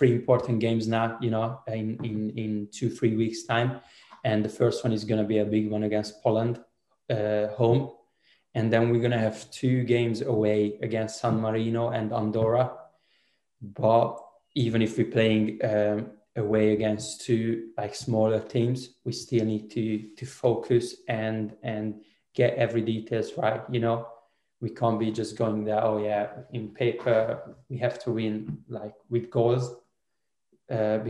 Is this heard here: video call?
yes